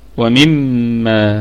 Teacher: طيب، ومما، الواو حرف عطف مبني على الفتح، ومما، الميم هي أصلها ومن ما، ومن ما. طيب الميم الأولى متحركة فهي في الدرجة الخامسة من درجات الغنة، يعني في أقل درجات الغنة، والميم الثانية مشددة مدغمة في أعلى درجات الغنة، وفيها مد طبيعي وصلا ووقفا، ومما، ما طبيعي وأيضا وصلا هو ثابت هذا المد.